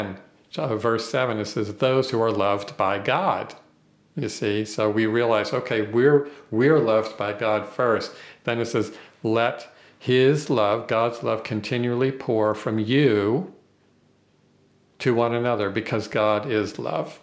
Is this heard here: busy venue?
no